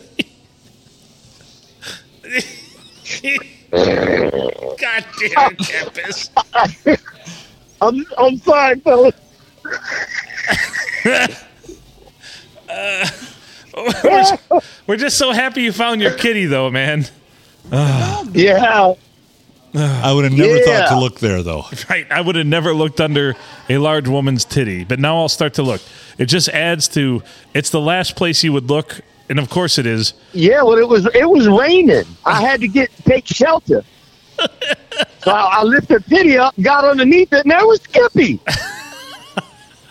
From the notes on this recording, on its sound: Recorded at the Blue on a Monday night as we watch the game.